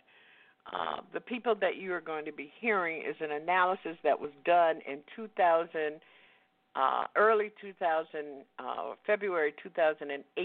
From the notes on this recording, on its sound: LIVE & Call-In